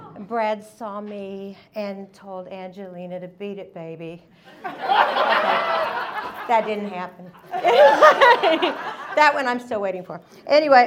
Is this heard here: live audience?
yes